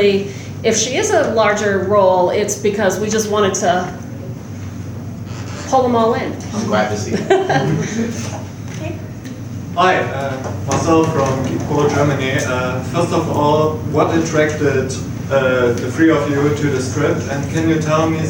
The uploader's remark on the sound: NOS4A2 SXSW 2019 Press Conference.